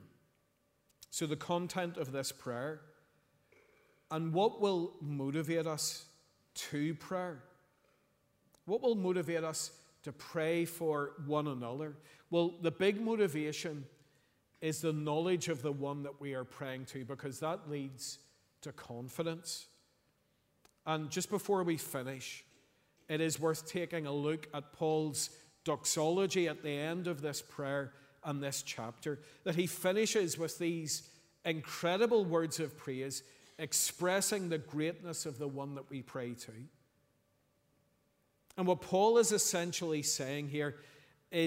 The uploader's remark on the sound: Sunday 26th November 2023 evening service.